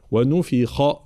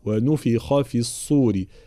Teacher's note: بيان كسر الفاء وتفخيم الخاء